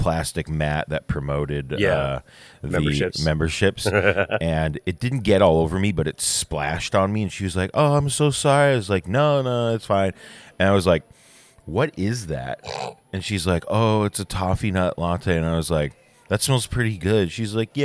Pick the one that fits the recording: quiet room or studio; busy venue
busy venue